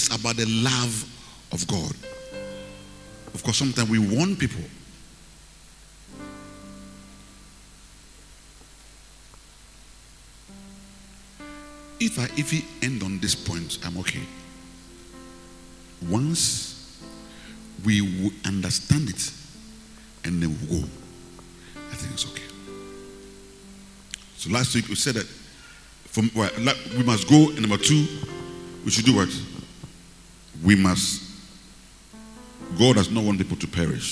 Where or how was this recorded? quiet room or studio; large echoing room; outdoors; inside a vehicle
large echoing room